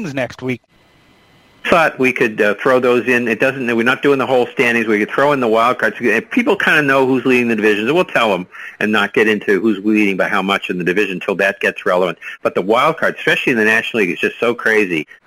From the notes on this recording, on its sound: Take your live calls.